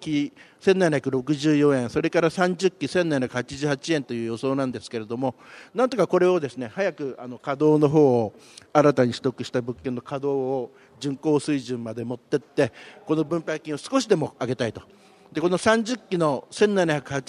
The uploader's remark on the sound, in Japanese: 東京証券取引所で開催した「J-REITファン2016」に登壇した平和不動産リート投資法人のIRセミナー